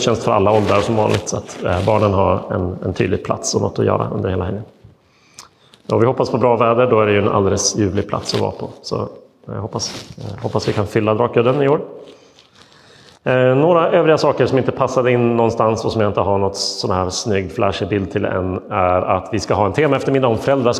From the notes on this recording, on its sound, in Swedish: Inspelad i Roseniuskyrkan den 31 augusti 2022.